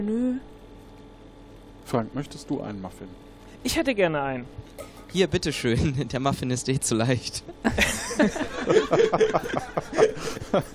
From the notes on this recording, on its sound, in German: Die Besonderheit der Podcast-Episode: Sie wurde live beim Festival "Podstock" produziert. Die beiden Agentenanwärter*innen sind Gäste aus dem Publikum.